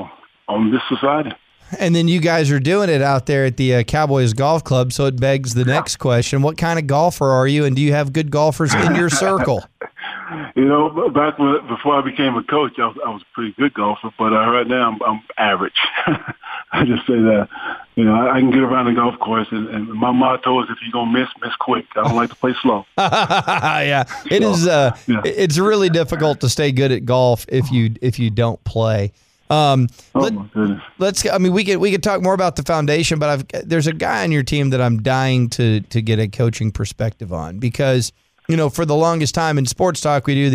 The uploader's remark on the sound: called in to the Ben and Skin show